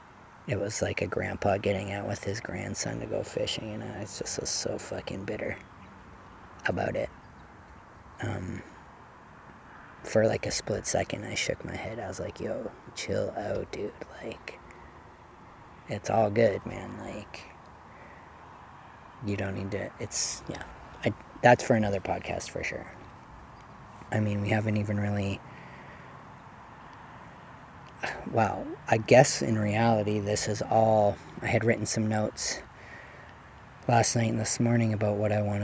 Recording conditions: outdoors